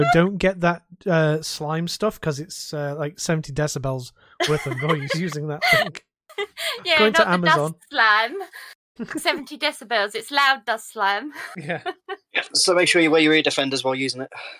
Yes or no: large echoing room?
no